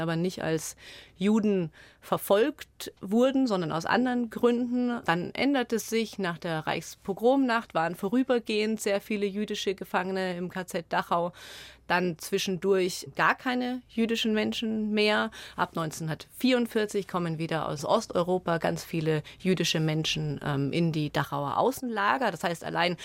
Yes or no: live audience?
no